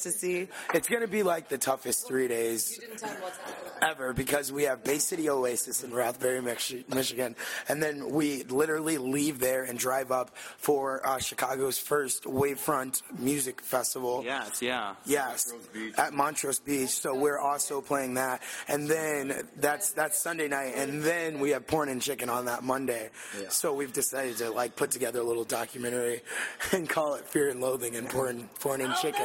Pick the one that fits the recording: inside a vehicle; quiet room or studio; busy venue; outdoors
busy venue